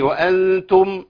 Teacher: ميم الجمع اذا التقت بساكن تضم عند الوصل